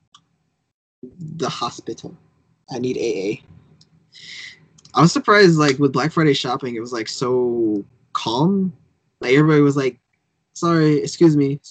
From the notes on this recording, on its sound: Sorry for the shitty audio!